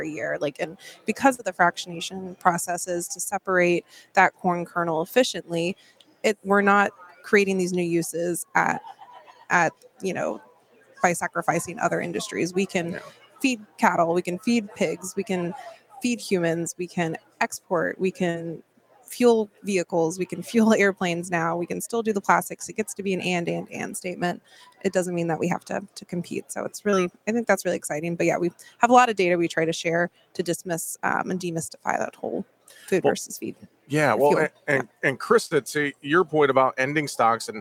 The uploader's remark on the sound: Talking SAF and Markets at Commodity Classic. During Commodity Classic in Houston, TX.